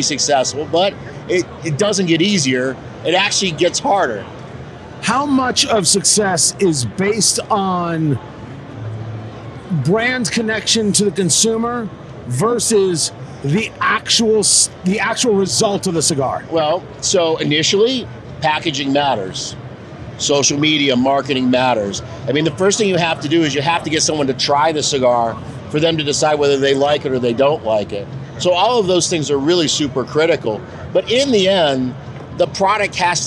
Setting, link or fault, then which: setting, busy venue